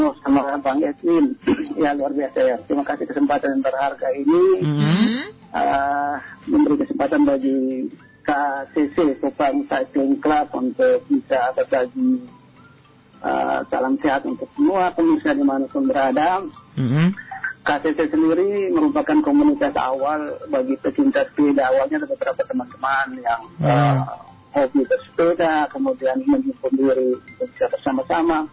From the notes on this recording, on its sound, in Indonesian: SAHABAT ON THE PHONE. Kupang Cycling Club ( KCC).